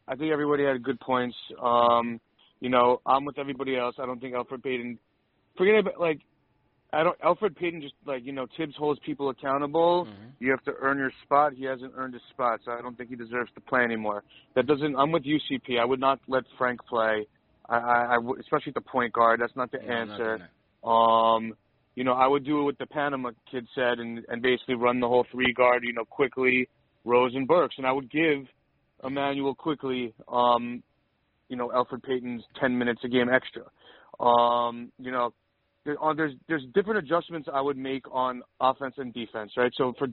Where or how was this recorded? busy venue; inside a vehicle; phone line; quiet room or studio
phone line